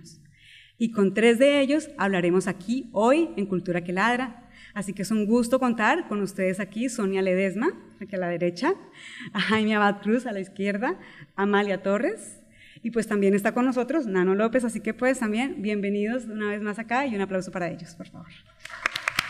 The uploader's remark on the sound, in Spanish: EPISODIO grabado con audiencia en vivo.